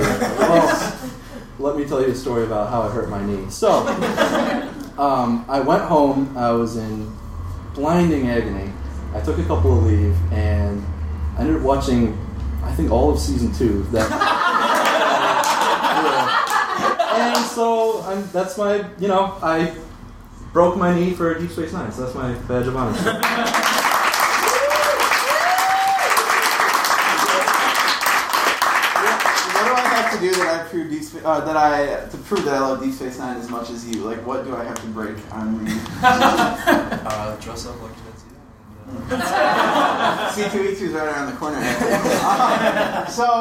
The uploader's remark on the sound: At the end of last month we hosted our first ever live remote show at Challengers Comics, 1845 N. Western Ave in Chicago. We had to cut a few things due to some shaky audio (though mostly this episode's up to our regular quality).